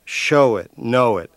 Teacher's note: the stress is on show and on know.